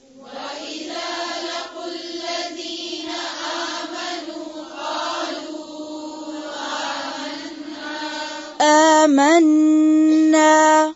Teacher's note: اب دیکھیں قالو کے تو واو کے پر مد ہے نا، لیکن آمنو کے واو پہ مد کا نشان ہے نہیں، تو دونوں کو ایک جتنا لمبا نہیں کریں گے. قالو کا جو واو ہے جس پہ مد کا نشان ہے اس کو زیادہ لمبا کریں گے